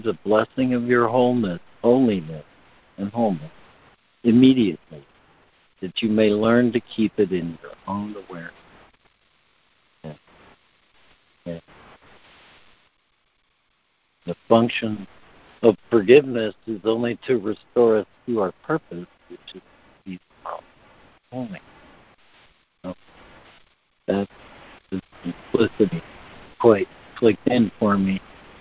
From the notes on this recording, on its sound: ACIM Daily Conference Call